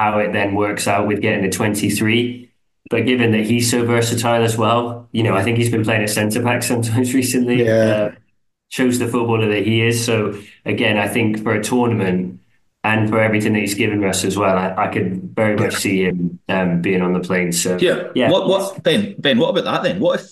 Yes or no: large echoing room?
no